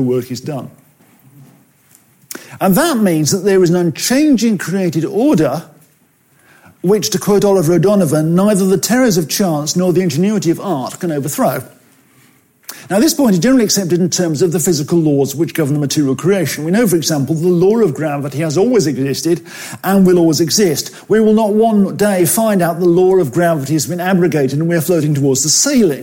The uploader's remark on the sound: At FWS 2021. From 2021's Fellowship of Word and Spirit Conference, "Refresh - renewing our passion for godliness".